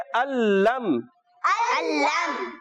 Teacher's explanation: ये हर्फ जो है लाम में इस तरीके से मिल जाए कि नून की कोई भी आवाज नहीं आएगी, यानी गुन्ने की जो आवाज होती है नून की आवाज · Term: इदगाम बिला गुन्ना